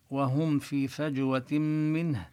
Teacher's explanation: وهم في الميم هنا نظهرها عند الفاء، ويعني لو كان الميم من الشفتين مخرجها والفاء مخرجها من بطن الشفة السفلى وطرف الثنايا العليا، مع هذا التقارب لكن لا يوجد لا إدغام ولا إخفاء، إنما هو إظهار.